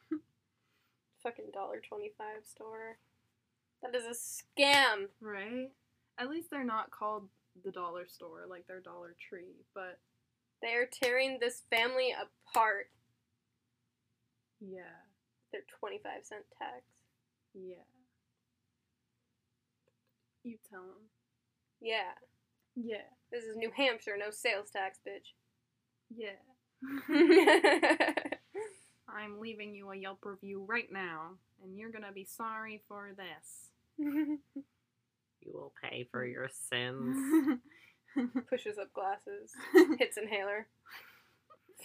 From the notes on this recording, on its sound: Apologies for audio quality and subsequently poor editing.